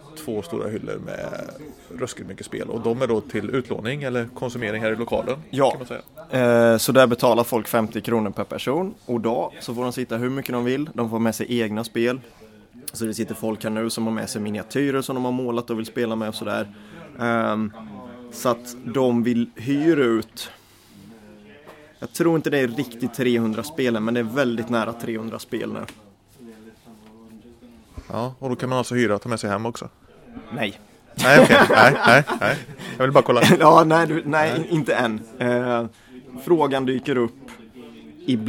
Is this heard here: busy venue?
yes